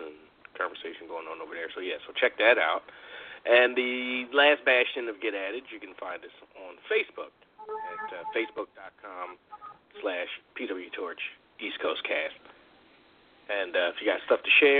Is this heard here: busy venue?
no